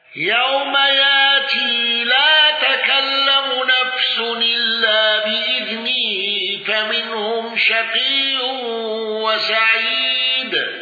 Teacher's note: البزري بتشديد التاء والإشباع